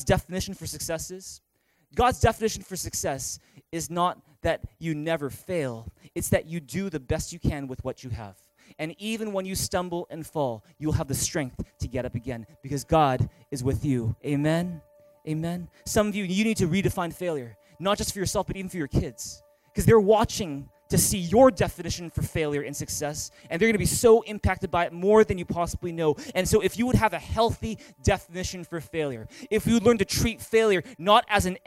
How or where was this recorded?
large echoing room